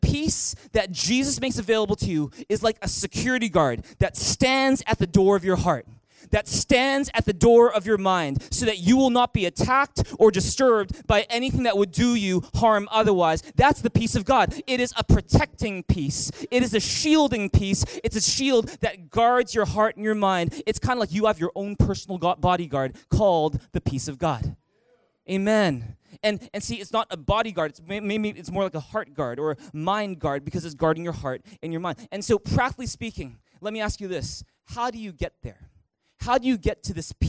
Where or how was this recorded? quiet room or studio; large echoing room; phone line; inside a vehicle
large echoing room